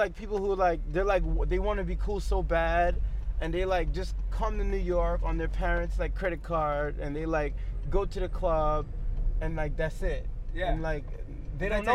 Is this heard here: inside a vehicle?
yes